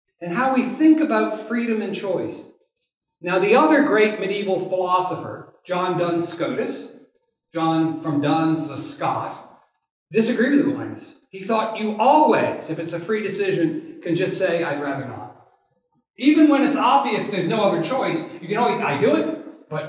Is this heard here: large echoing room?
yes